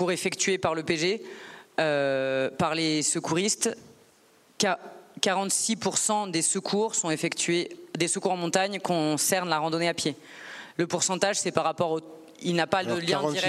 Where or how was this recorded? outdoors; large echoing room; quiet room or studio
large echoing room